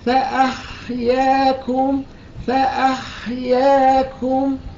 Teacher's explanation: الحاء فيها همس ليس فيها قلقلة